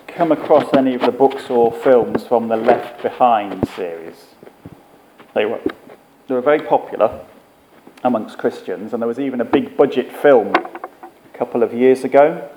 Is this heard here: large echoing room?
yes